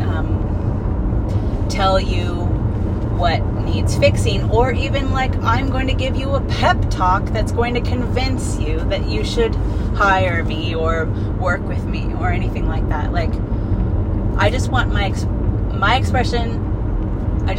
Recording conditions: inside a vehicle